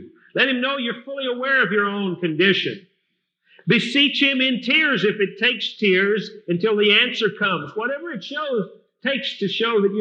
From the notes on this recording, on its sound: Recorded at Fillmore Bible Church, Fillmore, California, Circa 1982